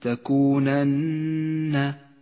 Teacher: النون المشددة في كلمة تكونن، تحتاج هذه النون إلى غنة زمنها حركتان